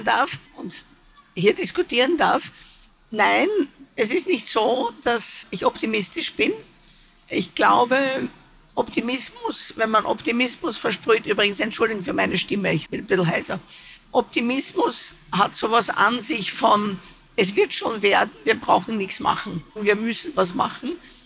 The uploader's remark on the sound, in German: Über diese Fragen wurde kürzlich auf der Buch Wien diskutiert, die bearbeitete Aufnahme hören Sie in dieser Podcastfolge.